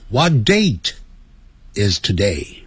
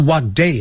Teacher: What date 那个 t 的音要念出来 · Shown in: first take